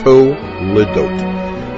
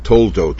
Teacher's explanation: the Lamed has a Shva Na. It does not belong to the first syllable. · Shown in: first take · The first syllable is To.